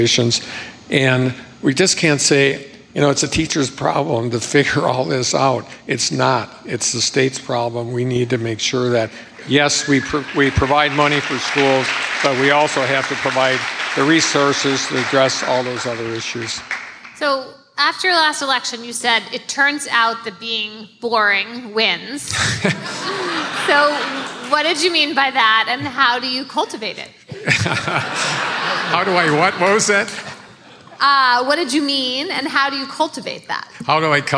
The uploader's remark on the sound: Live from Madison!